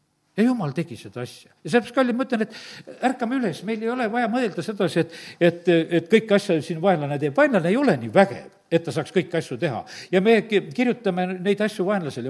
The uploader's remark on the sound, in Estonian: Audio salvestus koosolekult